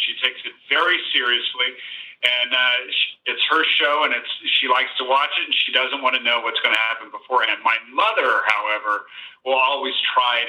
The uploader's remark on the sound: Phoned in directly from Rome earlier this week to chat about the film.